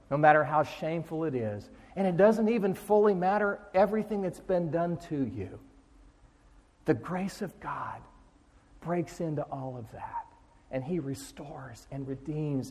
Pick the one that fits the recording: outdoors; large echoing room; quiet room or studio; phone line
large echoing room